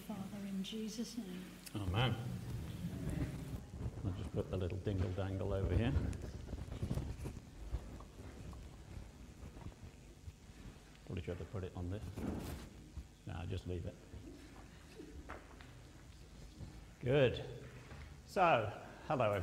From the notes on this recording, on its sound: at Pembury Baptist Church on 22nd October 2023